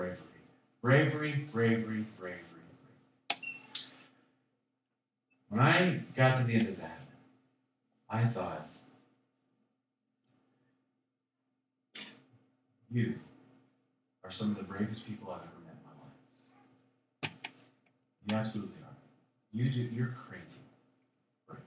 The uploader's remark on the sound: Sorry for the audio. We forgot to plug the mic into the mac...